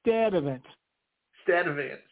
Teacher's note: They did not pronounce the R in Sturtevant because it was followed by a T.